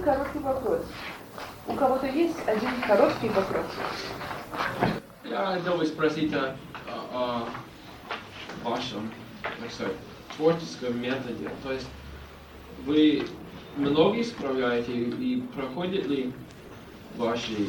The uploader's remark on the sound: Delivered at the University of Kansas on October 5, 1988. As part of the Russian Writers in Residence program.